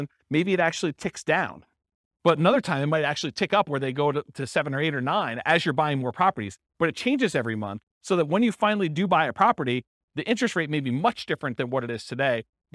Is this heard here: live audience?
yes